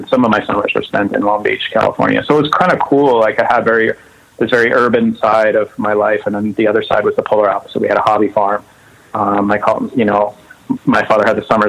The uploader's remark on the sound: We hang out one afternoon on the phone